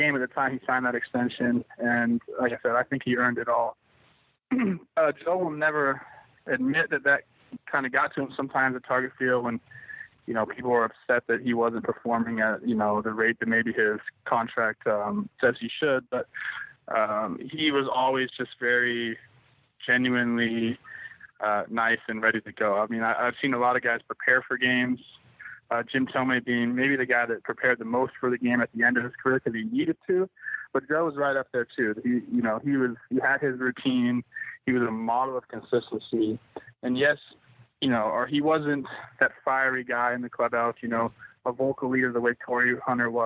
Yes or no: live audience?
no